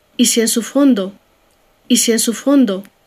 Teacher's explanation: これをシ、エンと別々に発音しないでシェンというふうに、一つの単語であるかのように完全に一つの音節で発音しています · イシェンスというところまで全然アクセントがありませんから、イシェンスフォンド、イシェンスというところは全部非常に軽く読まれていますね · Term: シナレファ